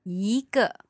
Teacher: Normally the word for one would be 一。 But here, because it's followed by that fourth tone on the g, it becomes a second tone, 一个。Okay, and so the waitress then said, come this way.